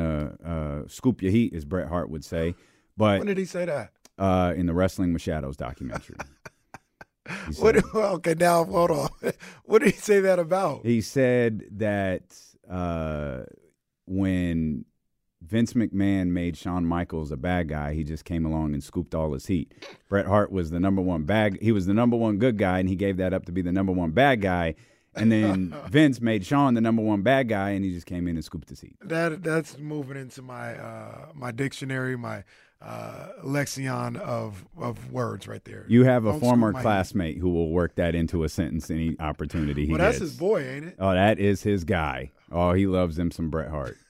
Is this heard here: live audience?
no